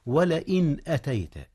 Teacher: أولا، قال الله تبارك وتعالى: ولئن أتيت. إن إظهار، إظهار النون قبل الهمزة، والهمزة من أحرف الحلق